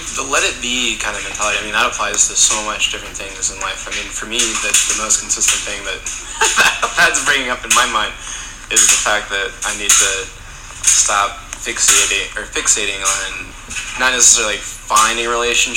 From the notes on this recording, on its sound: I apologize for the dryer noise in the background